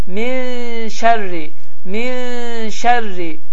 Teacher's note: gizlənərək min şərri və 2-3 saniyə burunda saxlanılaraq bu formada tələffüz olunur.